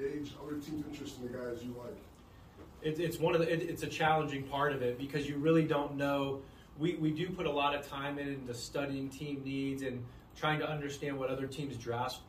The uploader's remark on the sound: spoke to the media in the team's final NFL Draft Press Conference